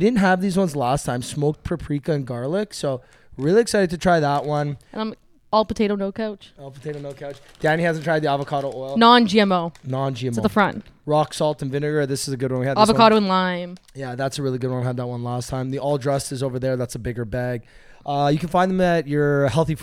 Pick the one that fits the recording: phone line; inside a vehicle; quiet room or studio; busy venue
busy venue